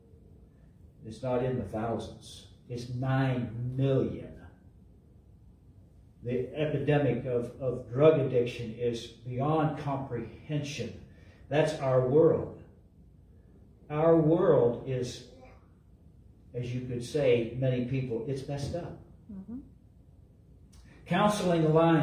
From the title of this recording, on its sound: LIVE from Calvary